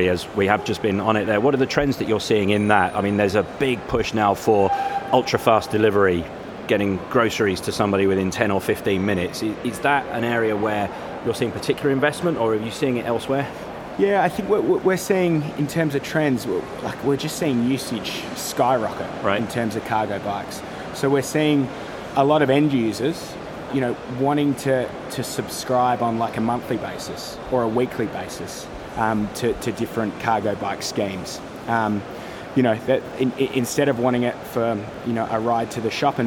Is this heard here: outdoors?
yes